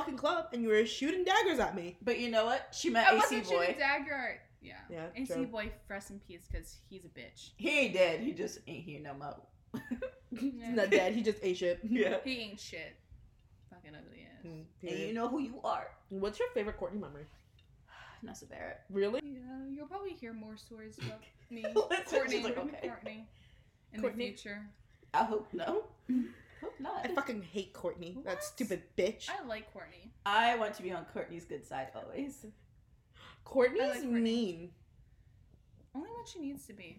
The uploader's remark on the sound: We are still figuring out our audio situation so bear with us.